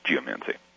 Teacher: Emphasis on the first syllable.